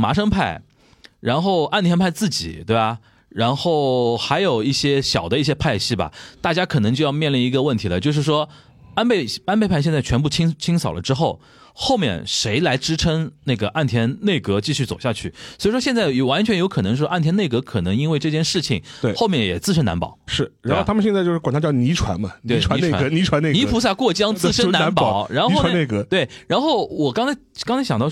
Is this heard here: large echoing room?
no